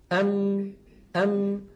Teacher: نصف الميم الخيشومي وهو الغنة قابل للمط، ونصف الميم الشفوي شديد، مجموعهما شكل حرف الميم.